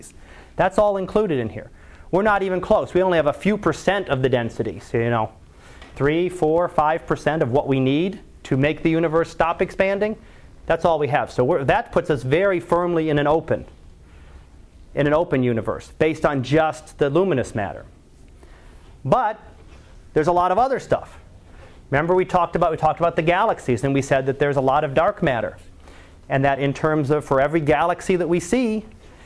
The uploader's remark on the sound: Live Class Lecture.